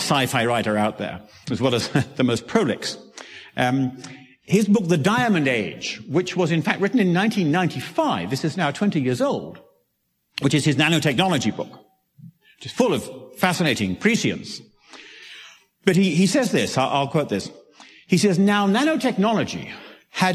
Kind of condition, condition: setting, live audience